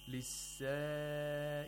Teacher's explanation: this is a conjunct mad, and Sheikh Minshawi lengthens it to four vowel counts. He didn't lengthen it too much.